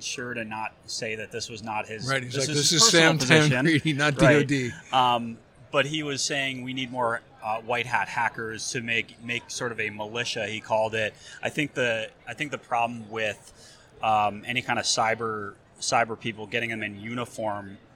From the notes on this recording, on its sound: live from the San Diego Convention Center